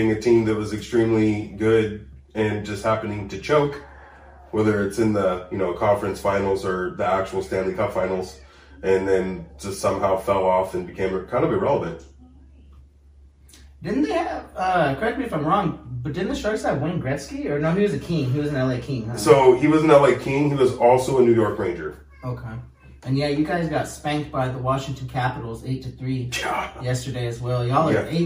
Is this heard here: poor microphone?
yes